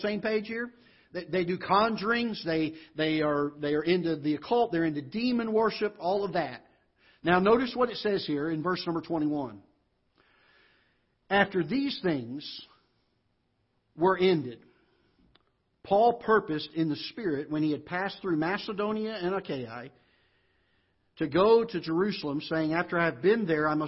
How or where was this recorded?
large echoing room